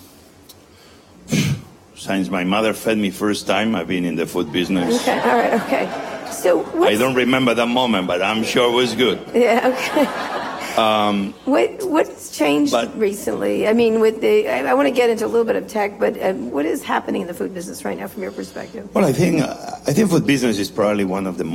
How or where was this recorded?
live audience